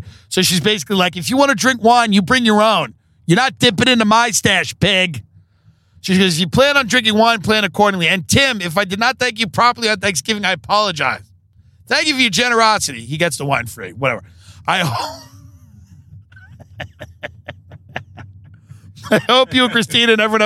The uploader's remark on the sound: Live from the car on the way to Manhattan Beach and back.